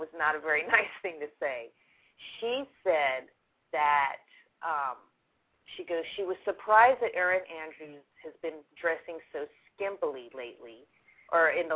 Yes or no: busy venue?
no